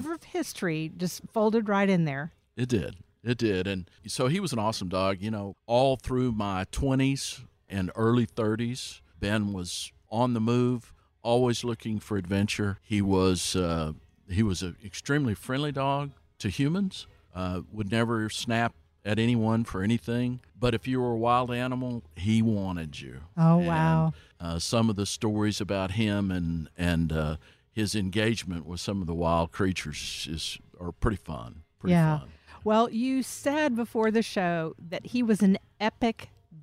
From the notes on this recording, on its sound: Recorded at Wheelers Western Outfitters